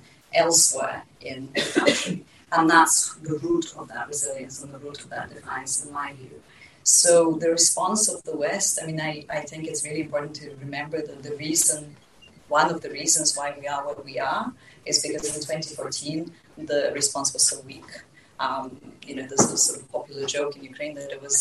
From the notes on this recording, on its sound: Recorded during our recent Prospect Talks event. In this special episode of the podcast recorded during our recent Prospect Talks event, we hear from Ukrainians affected by the war from both inside and outside the country.